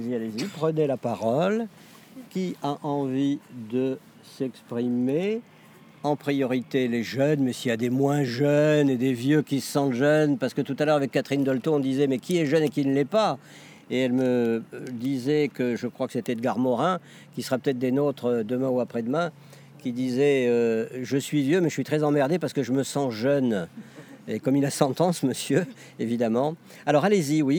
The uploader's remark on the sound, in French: Réalisé dans le cadre du festival 2021 des Dialogues en humanité, "La voix aux jeunes", l'équipe de Bubble Art. S'est rendu au Parc de la tête d'or à Lyon pour rencontrer des jeunes.